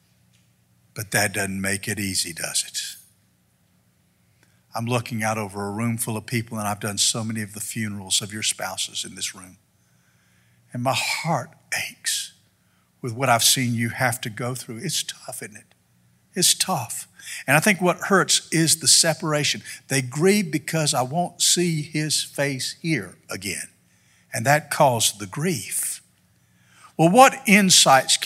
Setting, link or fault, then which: setting, large echoing room